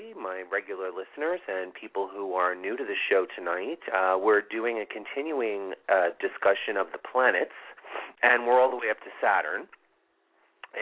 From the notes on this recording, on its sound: This is a live show with call in and live readings.